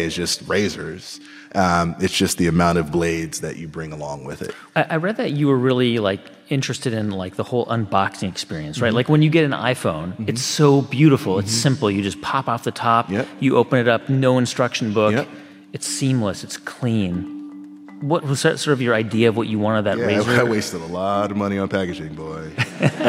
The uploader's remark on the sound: Live Episode!